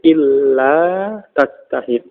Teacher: Jadi ketika nun sukun ya, nun sukun bertemu dengan lam, maka dia apa? Masuk nunnya masuk ke lam dalam pengucapan sehingga menjadi illa tajtahid. · Term: diidghamkan